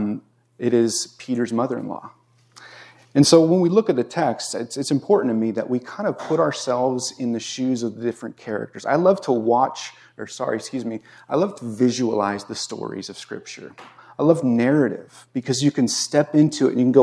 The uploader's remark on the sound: This was recorded on August 28, 2022 at Bethel Church in Ridgefield, Wa.